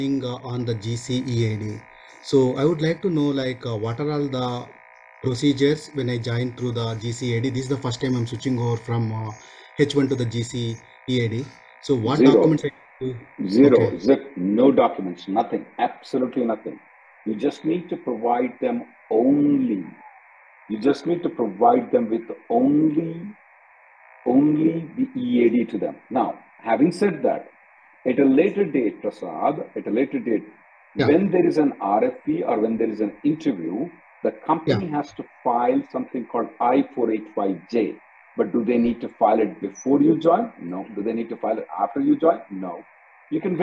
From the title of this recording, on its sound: Conference Call